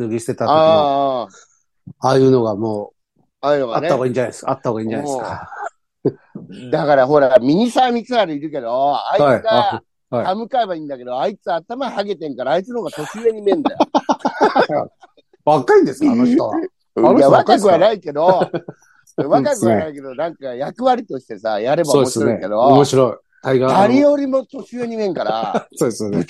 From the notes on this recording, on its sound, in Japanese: ZOOMで収録。